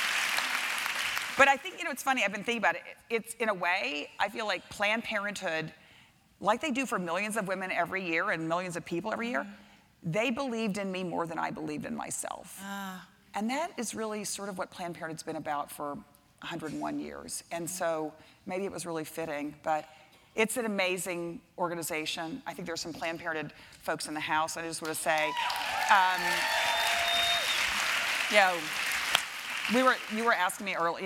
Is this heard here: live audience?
yes